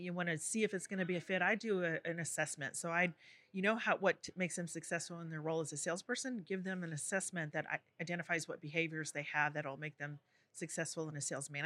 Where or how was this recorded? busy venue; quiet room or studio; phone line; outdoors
busy venue